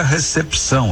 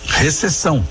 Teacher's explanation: A gente escreve recepção e pronuncia recepção, a gente lê o que está escrito. Esse P de pato, diferentemente do que a gente diz no dia a dia, não é mudo, ele é lido, ele é pronunciado. · Shown in: first take